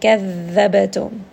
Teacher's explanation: Wakadhabatum, again we have that letter dal. Make sure that the tongue is coming in between the teeth. There should be no sound of z. There's not going to be any buzzing.